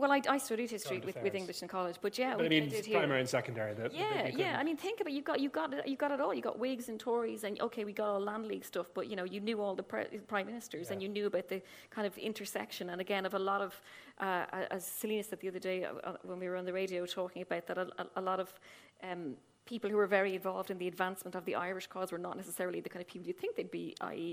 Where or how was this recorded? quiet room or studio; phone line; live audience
live audience